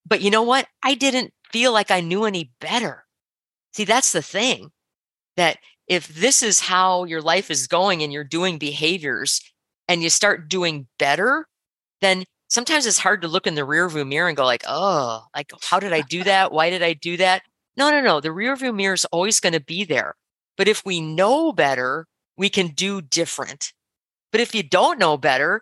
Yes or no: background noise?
no